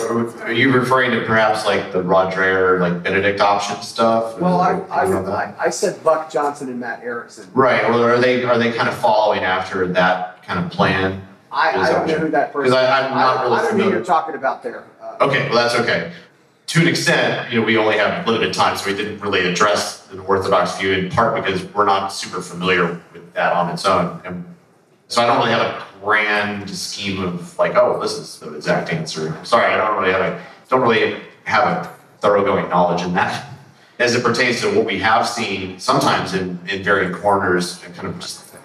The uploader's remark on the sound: During this breakout session from Freedom Fest 2023. With a special video contribution.